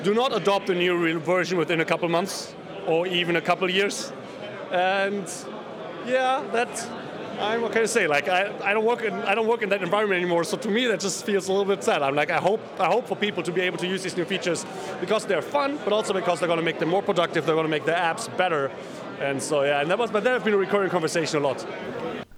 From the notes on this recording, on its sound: Report of Devoxx '23 in Belgium. Over 3000 Java developers, speakers, and enthusiasts gathered to share their knowledge and learn from each other. I got the opportunity to walk around with a microphone and talk to visitors and speakers. There were just too many people and too many exciting sessions happening simultaneously.